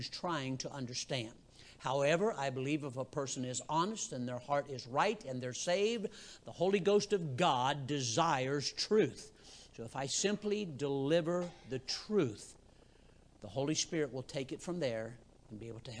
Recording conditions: large echoing room